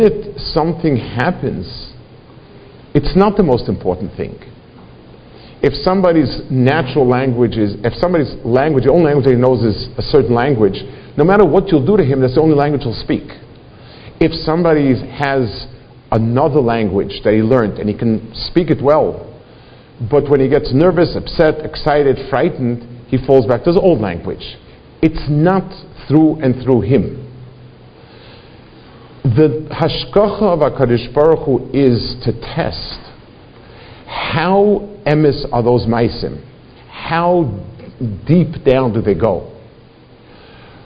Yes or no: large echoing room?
yes